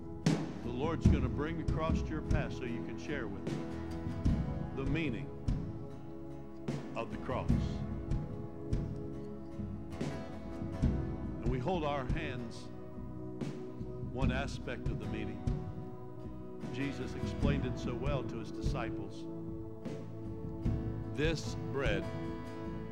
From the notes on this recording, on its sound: Trinity Church Live